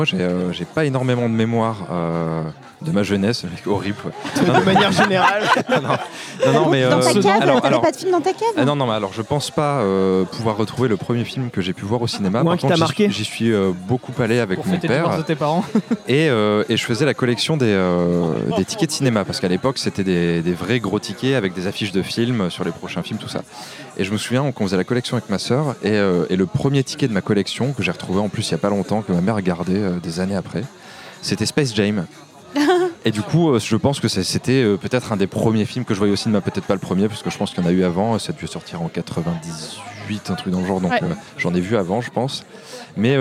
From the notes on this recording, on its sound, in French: Merci également au Boudin bar de nous avoir permis d'enregistrer notre premier épisode au-delà du périph ! Merci également au Boudin bar de nous avoir permis d'enregistrer notre premier épisode au-delà du périph !